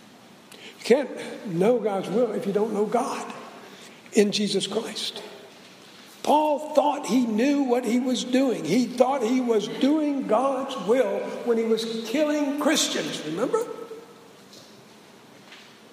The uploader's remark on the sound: Preached at SBRPC on 2/14/16